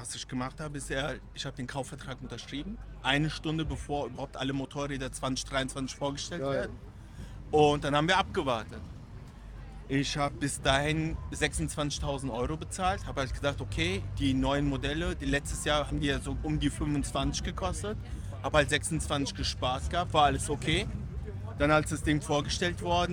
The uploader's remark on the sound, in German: Die Story habe ich mal kurz auf der Magic Bike Rüdesheim am Rhein aufgenommen